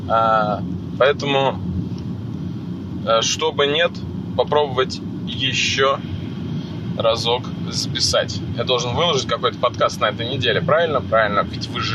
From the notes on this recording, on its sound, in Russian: Подкаст в машине по дороге на запись #этоподкаст. Извините за качество аудио, записывал на телефон в машине.